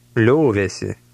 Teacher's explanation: paying attention to the soft L at the beginning of the word. Liovėsi.